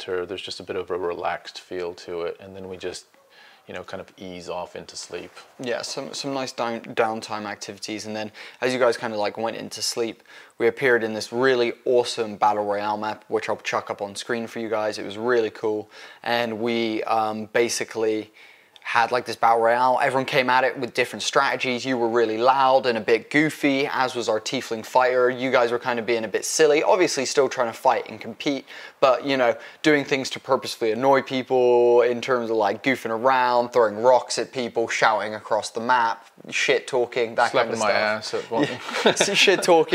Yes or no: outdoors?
no